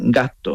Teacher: La S la quita y alargas la T.